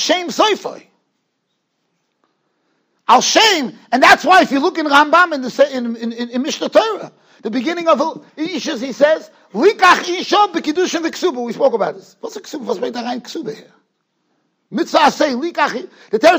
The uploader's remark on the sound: Shiur recorded in Yeshivas Ohr Reuven, Monsey, NY.